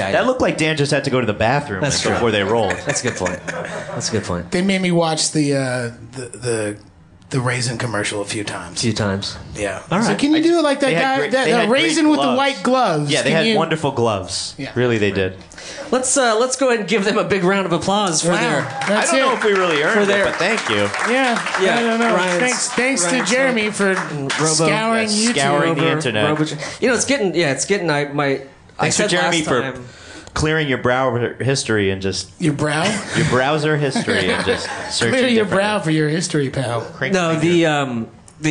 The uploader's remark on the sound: This week’s episode was recorded live at Union Hall.